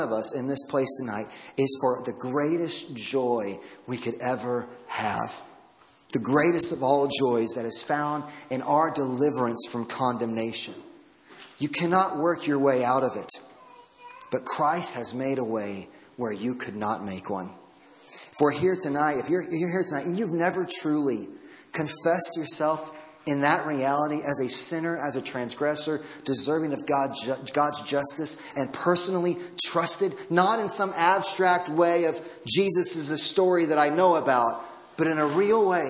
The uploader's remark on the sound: Audio from Christmas Eve Service.